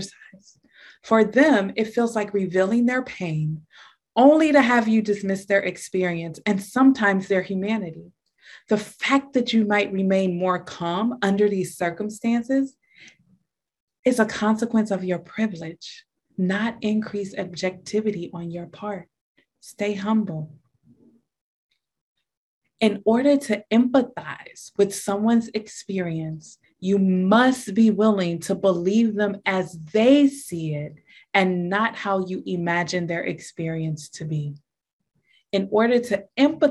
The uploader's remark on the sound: This is an audio recording from a Zoom meeting and may include language not relevant to a podcast setting.